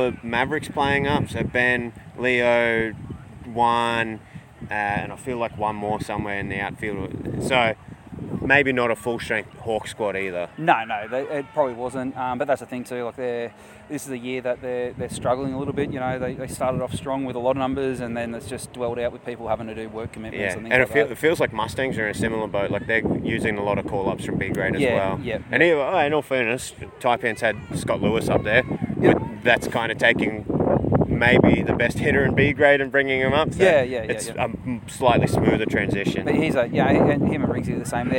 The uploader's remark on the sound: Please note there is some unpleasant wind noise during the post-game.